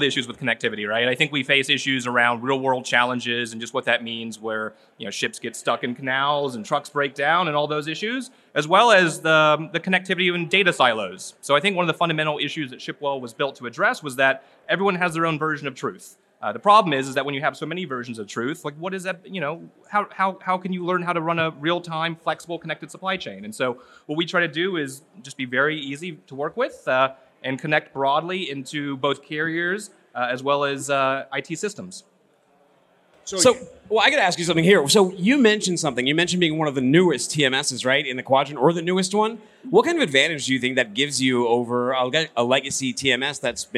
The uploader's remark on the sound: from day 2 of The Future of Supply Chain in Northwest Arkansas